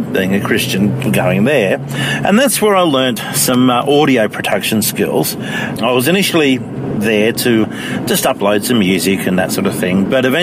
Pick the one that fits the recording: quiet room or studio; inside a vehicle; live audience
inside a vehicle